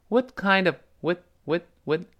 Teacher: 因为在这里它不是重读了所以里边发生元音的弱化，原来那个 what 也变成 what，what，what 中间那个元音发成呃，到意思的呃，弱化成了呃。最后那个 what， what 那个 t 又失去爆破了，因为后面 kind of 下一个词是辅音开头的，所以 what，what， what 是这么一个声音啊。然后 what kindof，这 kind 一定是中毒了，什么类型的中餐呢？kind 中毒，跟后面的 of 连在一块儿，变成